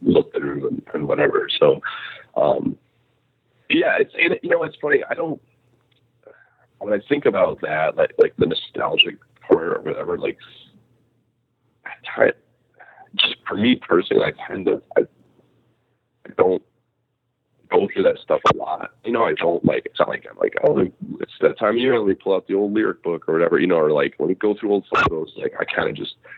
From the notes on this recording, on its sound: Audio issues thanks to cell phones and not being able to do this in person. You may hear some beeps. I also seem to have had a crazy cold but still did this interview so I sound a little stuffed up.